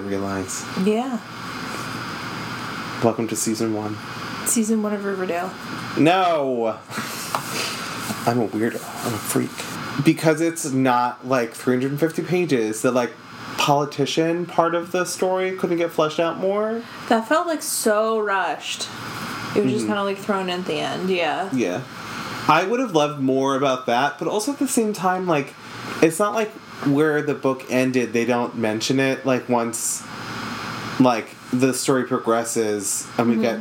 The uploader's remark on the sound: It was a warmer day when we recorded so you can hear our AC and we didn't catch it until editing time, so we're sorry for the fan sounds!